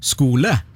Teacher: aspirasjonen på K-en mangler etter en S